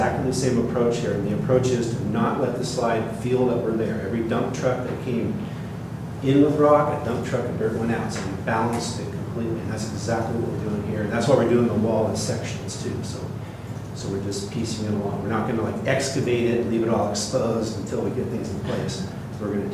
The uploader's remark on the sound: Live recording of Astoria City Council Meeting.